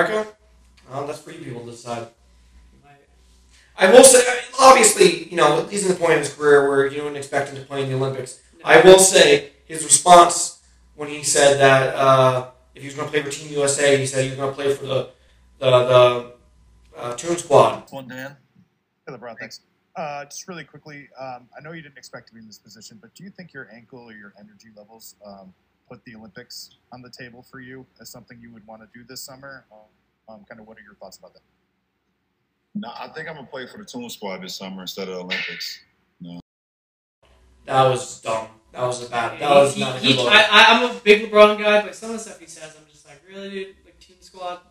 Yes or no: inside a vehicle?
no